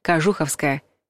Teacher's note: Традиционным считается ударение на «у»